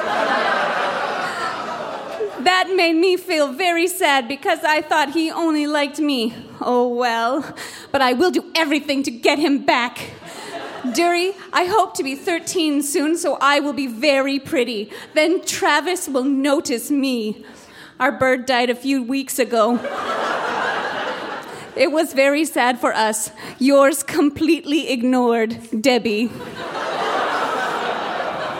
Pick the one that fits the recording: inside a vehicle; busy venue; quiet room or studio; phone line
busy venue